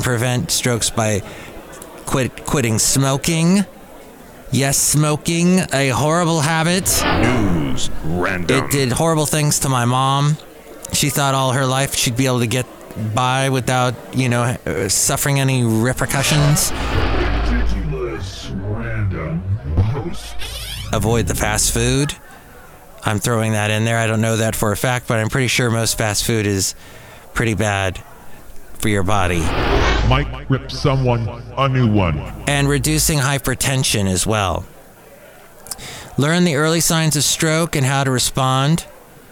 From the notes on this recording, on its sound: podcasts live from Café Anyway